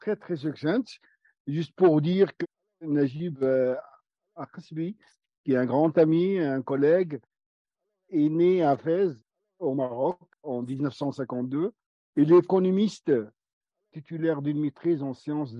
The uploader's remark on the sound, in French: Cet épisode a été enregistré le 06 mars 2023 via zoom par le Centre d'Études Maghrébines à Tunis ( CEMAT ).